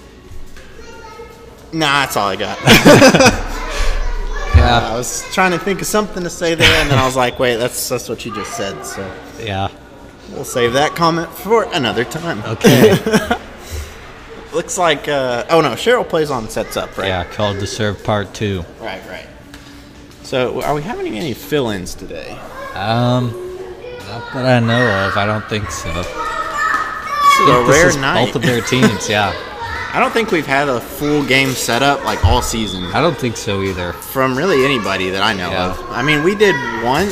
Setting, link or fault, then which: fault, background noise